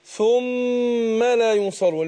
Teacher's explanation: الميم مشددة بتاخد غنة حركتين. غنة.